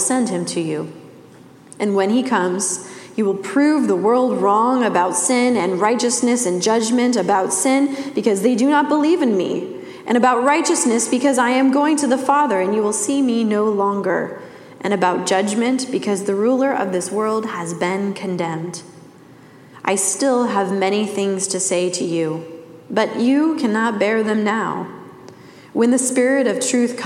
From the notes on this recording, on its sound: Message delivered during the Classic service.